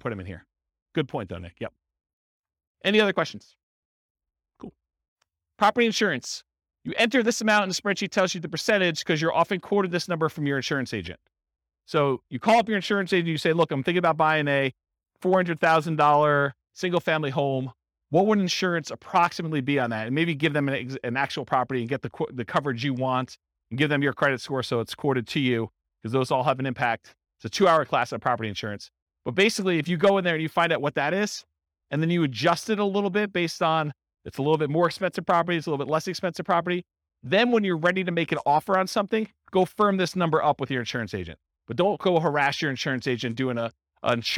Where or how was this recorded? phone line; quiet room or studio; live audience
live audience